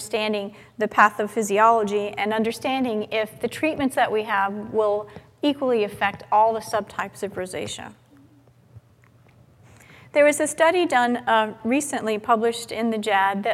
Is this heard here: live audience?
yes